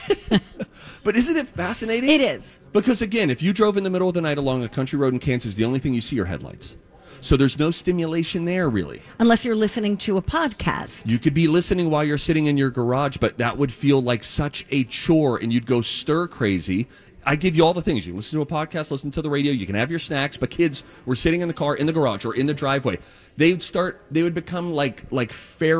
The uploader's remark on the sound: LIVE at their last Santa Stop at Southern Lights in Burnsville!